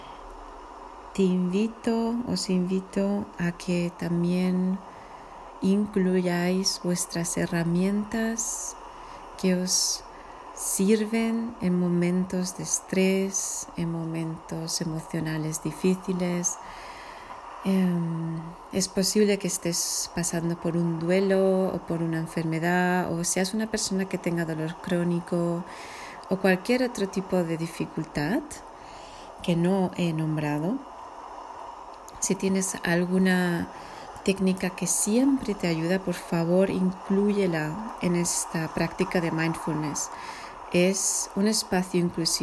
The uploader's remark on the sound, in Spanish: con sonido de olas de fondo